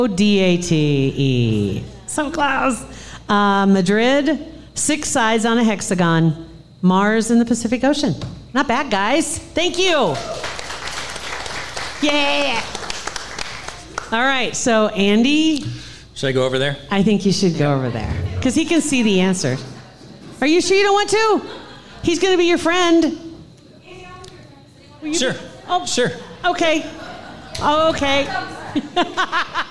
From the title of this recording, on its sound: LIVE At Hail Varsity Club